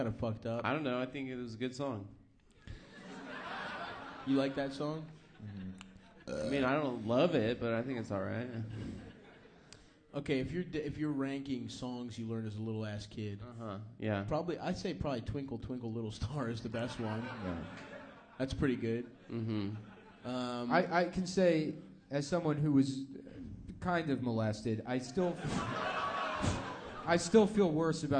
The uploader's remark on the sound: 2018-10-30 Sydney (Live Show)